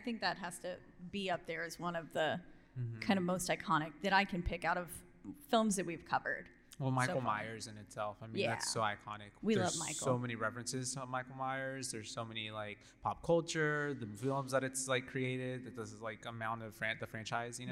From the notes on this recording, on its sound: coming to you LIVE from RogueCon'23!